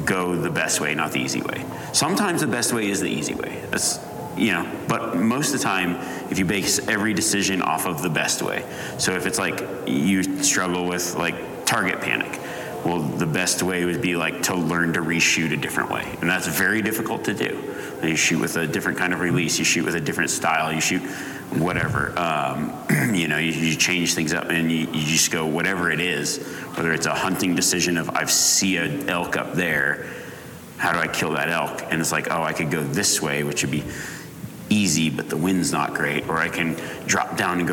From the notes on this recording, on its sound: Live from Sheep Show. Listen to this live recording.